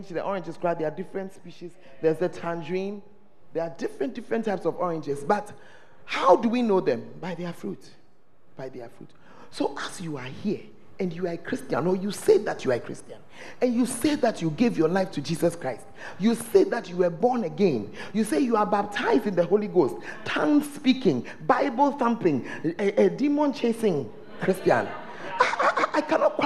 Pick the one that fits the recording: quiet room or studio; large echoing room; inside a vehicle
large echoing room